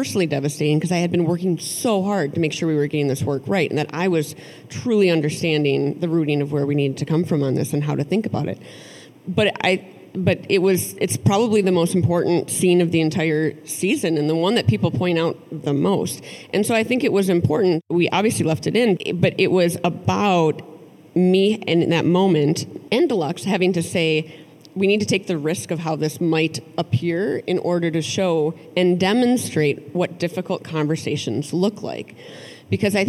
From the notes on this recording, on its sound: live conversation at the Minnesota Council of Nonprofits’ 2022 Annual Conference